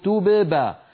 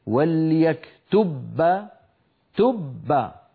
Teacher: طب أليس من الأسهل أن أذهب إلى مخرج الباء مرة واحدة فأقول وليكتب تب، فأطبق شفتي على باء ساكنة من غير قلقلة وأجافيهما وأباعدهما عن باء متحركة · Shown in: second take · فبدل من أن أعمل مرتين أعمل مرة واحدة. · Term: دمج الحرفين